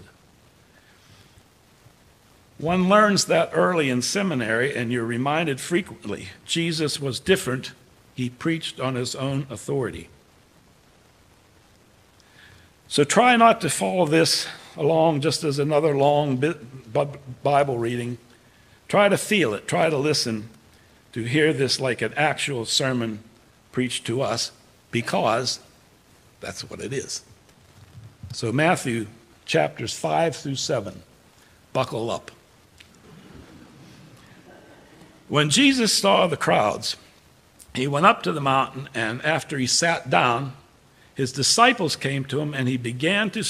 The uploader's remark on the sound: The conversation is followed by the prayers, music, and sermon from Sunday's livestream service. Recorded live each week at First Pres in beautiful historic downtown New Bern, North Carolina. First Presbyterian Church, New Bern, North Carolina, established in 1817.